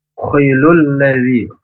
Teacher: makhrajnya dari tenggorokan paling atas dan mendengkur tafkhim. Ya, mendengkur, jangan sampai hilang, kemudian jangan sampai seperti huruf K atau menjadi K. · Term: huruf kho